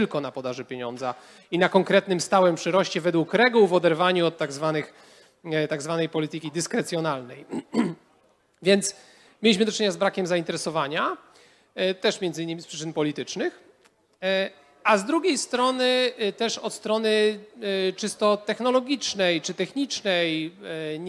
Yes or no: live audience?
yes